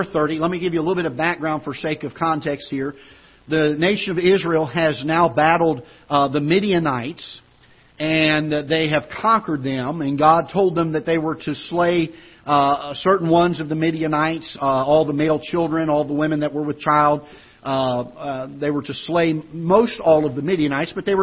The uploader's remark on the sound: Ketha Heights Baptist Church ~ Live Broadcast